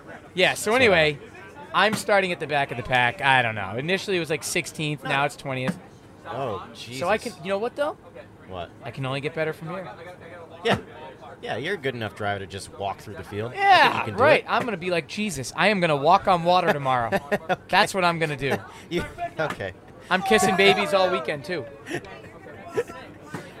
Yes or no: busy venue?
yes